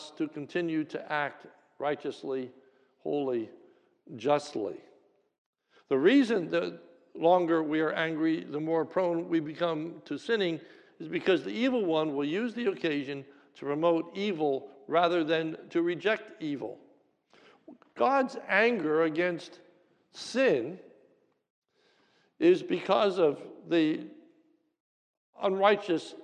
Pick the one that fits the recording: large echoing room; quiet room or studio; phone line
large echoing room